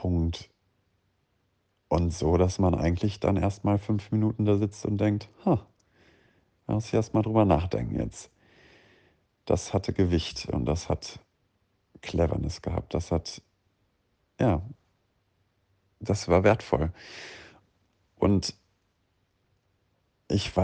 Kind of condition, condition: fault, phone or laptop microphone